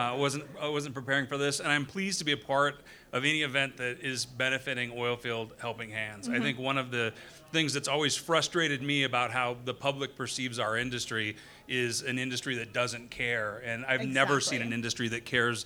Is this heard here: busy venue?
yes